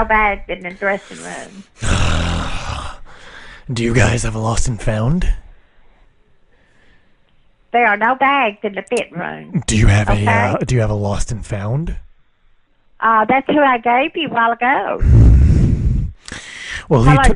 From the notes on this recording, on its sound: Live prank calls every week!